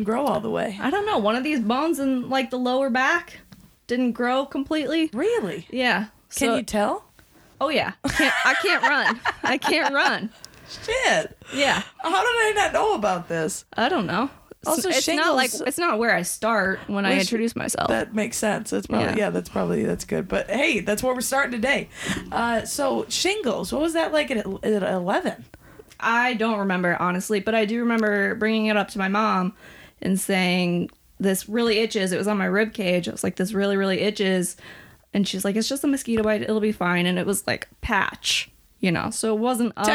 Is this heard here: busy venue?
no